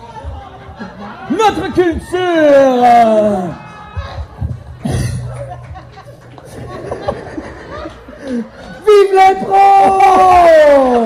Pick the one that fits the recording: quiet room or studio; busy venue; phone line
busy venue